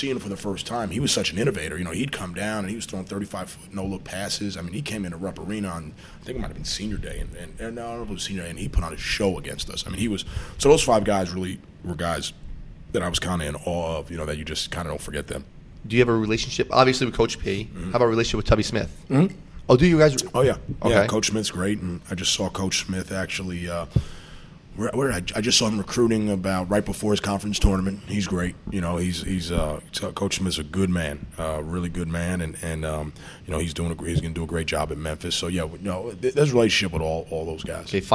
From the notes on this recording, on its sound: Broadcasting live from Jack Demsey's bar